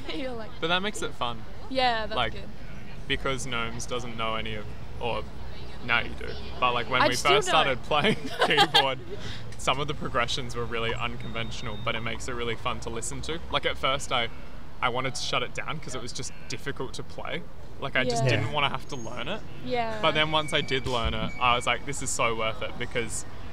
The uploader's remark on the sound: Whilst in Adelaide. Had a chat at Peter Rabbit in the heart of the City prior to that night's show.